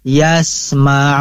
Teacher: Yasma'un adalah mad arid lis sukun, dipanjangkan, diaridkan, dipalingkan lis sukun, yang harusnya dibaca yasmauna lis sukun, disukunkan jadi yasmaun, seperti itu mad arid lis sukun.